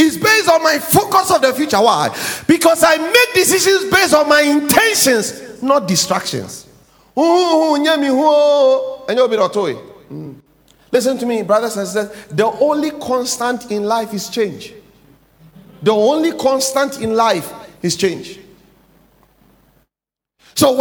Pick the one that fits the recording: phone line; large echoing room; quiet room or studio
large echoing room